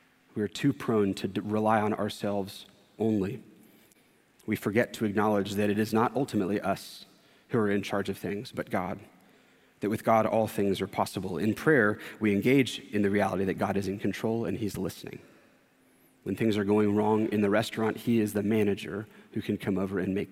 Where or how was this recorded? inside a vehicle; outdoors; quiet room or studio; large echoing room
large echoing room